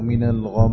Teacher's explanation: إذا وقفت على كلمة آخرها ميم أو نون مشددة لابد من مراعاة الغنة بمقدار حركتين